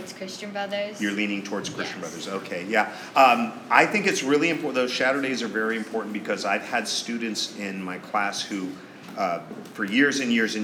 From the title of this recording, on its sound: LIVE STUDIO AUDIENCE!